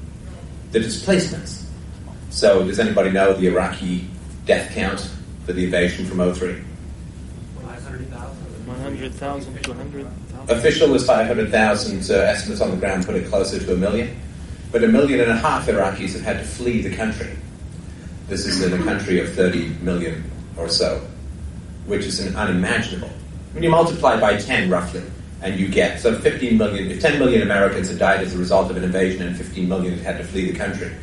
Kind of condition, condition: setting, live audience